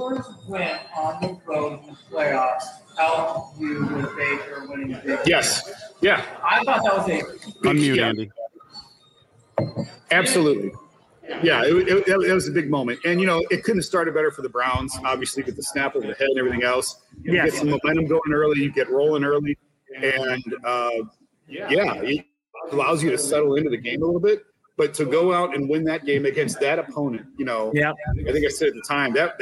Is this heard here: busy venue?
yes